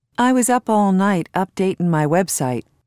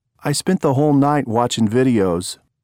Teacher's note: Notice the reduction of ing endings, which makes the ing sound like in.